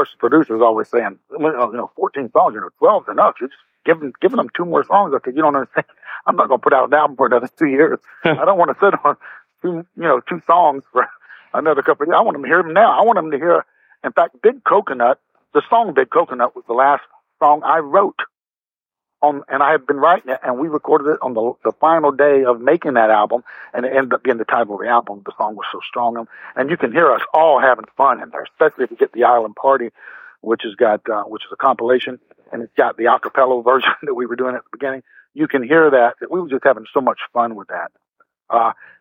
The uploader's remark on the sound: would stay on the phone while the song played